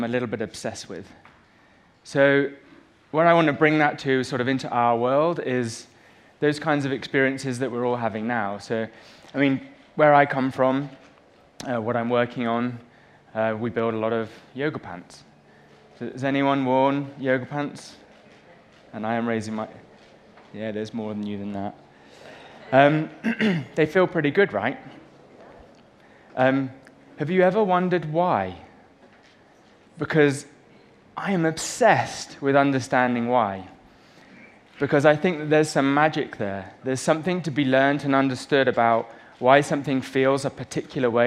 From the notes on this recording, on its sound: on stage at #BoFVOICES